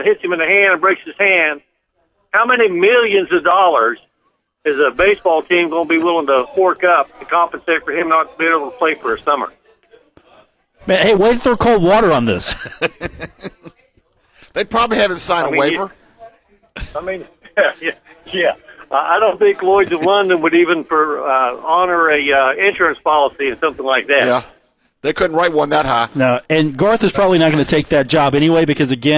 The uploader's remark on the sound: broadcast live on the road from The Union Pub and Grill in Huntington, West Virginia.